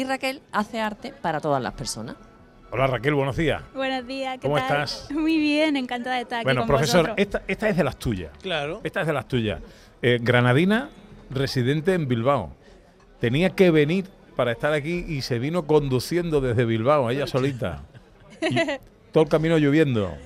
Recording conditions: outdoors